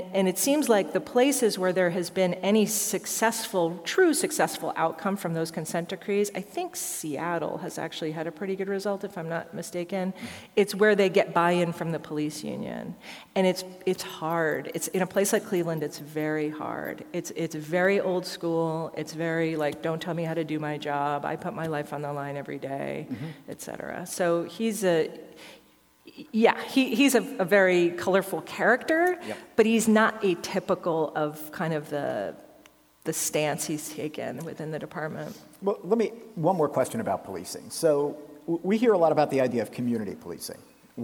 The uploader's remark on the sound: Recorded live at Penn State.